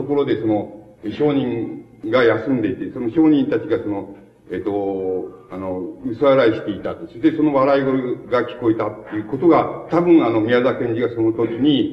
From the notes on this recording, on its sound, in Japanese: 主催：京都精華短期大学 学生部 場所：京都精華短期大学。場所は、京都精華短期大学大教室。一般の人にも開放され、 他大学の学生の聴衆も多かった。音源は主催者提供。